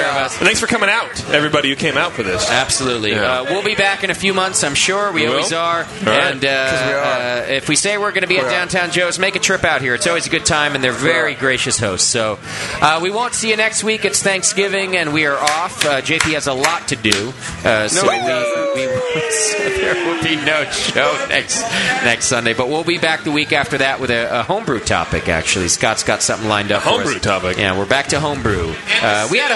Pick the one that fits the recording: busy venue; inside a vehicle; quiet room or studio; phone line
busy venue